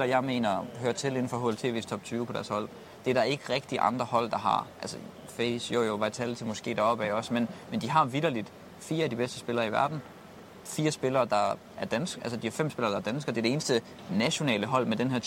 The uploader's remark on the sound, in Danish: LIVE FRA ROYAL ARENA